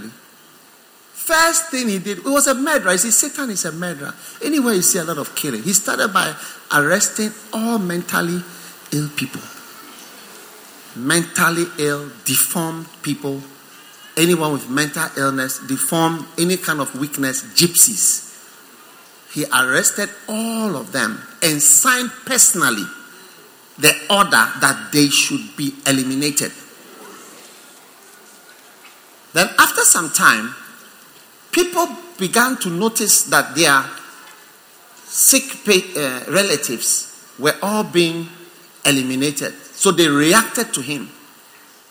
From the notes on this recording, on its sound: Preached at the First Love Center, Accra.